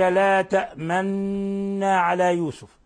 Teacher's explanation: بالإشارة بالشفتين إلى جهة الضم، لأن الأصل أصلها ما لك لا تأمننا على يوسف، فضم الشفتين إشارة على سبيل الإشمام، إشارة إلى أصل هذه الكلمة تأمننا.